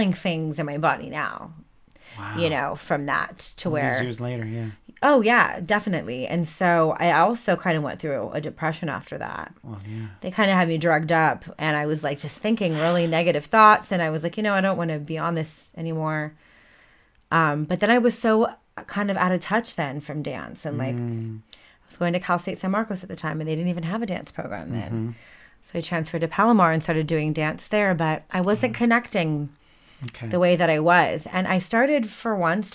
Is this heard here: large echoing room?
no